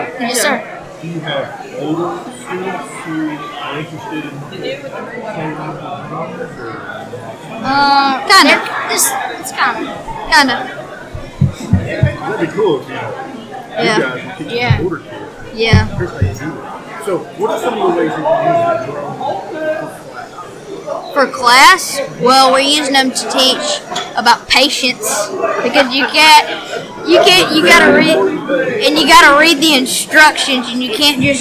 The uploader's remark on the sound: Interviews, panel and Q&A from the SAU-Magnolia ERZ Robotics Exhibition held on Dec 5, 2017.